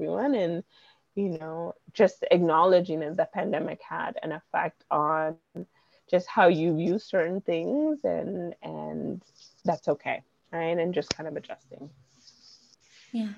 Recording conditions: drop-outs